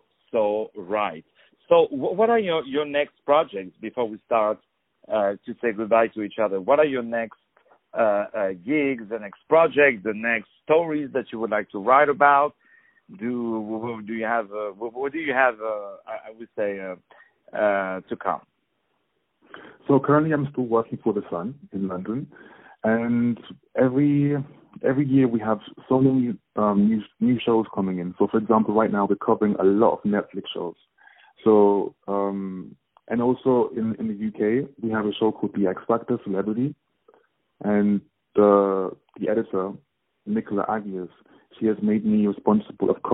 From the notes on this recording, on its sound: On the phone